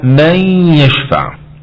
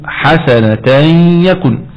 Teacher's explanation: إدغام بغنة سواء كانت نون ساكنة وبعدها ياء أو تنوين وبعده ياء، وواضح ترك الغنة لخلف في هذه المواطن.